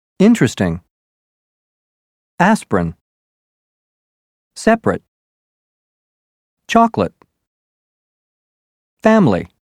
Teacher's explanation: The first E in interesting, the first I in aspirin, the first A in separate, the second O in chocolate, and the I in family are all dropped, so that you hear interesting, aspirin, separate, chocolate, and family. · Term: dropped syllables